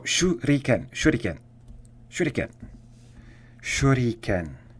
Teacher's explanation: Some would say it's a cross between an L and a D sound in Japanese, because they don't really have an R, but it's so close that it doesn't really matter. And I wouldn't say it's a continual roll. It's just a single R